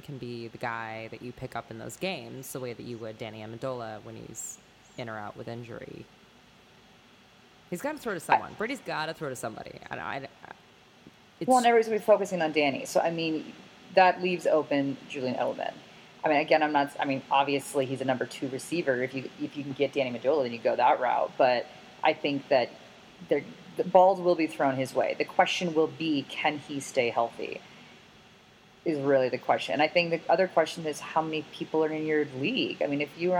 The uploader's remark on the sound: all while trying to work out the kinks in our mics